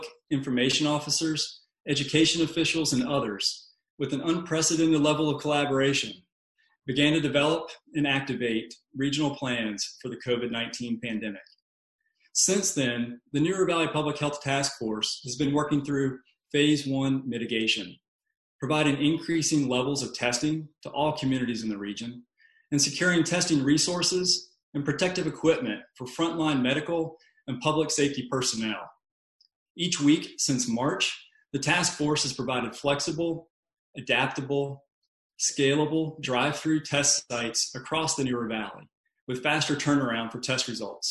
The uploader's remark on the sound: COVID-19 Virtual Town Hall meeting - Healthcare.